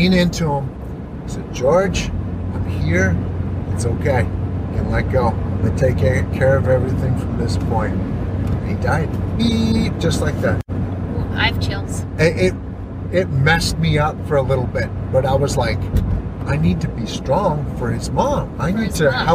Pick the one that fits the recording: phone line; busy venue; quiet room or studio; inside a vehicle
inside a vehicle